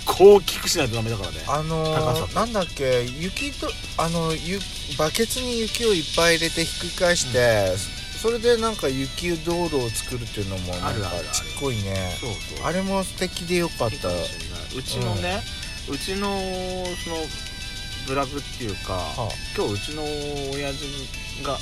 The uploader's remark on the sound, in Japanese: パーキング収録。